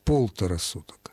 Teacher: использовать в этом случае особую форму числительного полтора, изменяя акцент, ставя ударение на первый слог